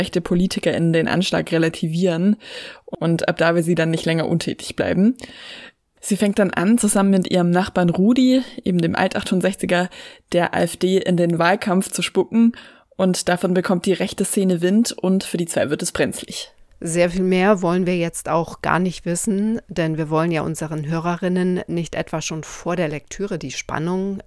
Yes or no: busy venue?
no